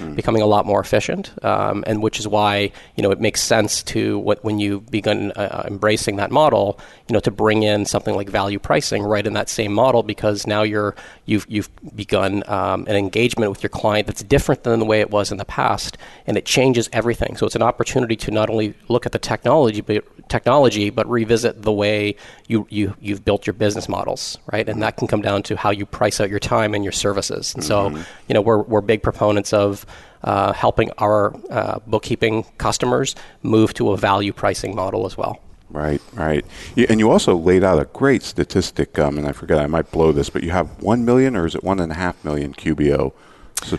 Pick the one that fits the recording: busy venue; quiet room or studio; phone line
busy venue